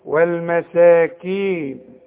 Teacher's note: فوق السين ألف تمدلي السين برضو حركتين · Term: مد طبيعي